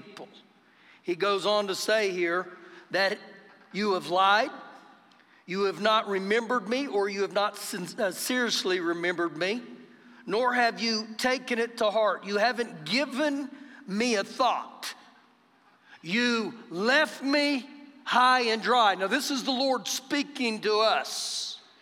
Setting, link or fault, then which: setting, live audience